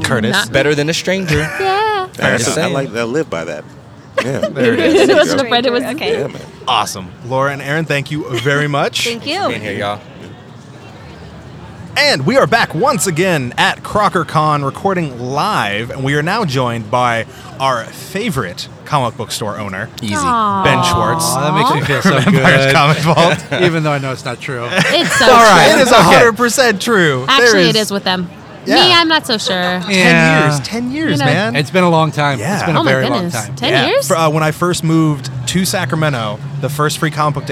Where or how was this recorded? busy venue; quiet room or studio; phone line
busy venue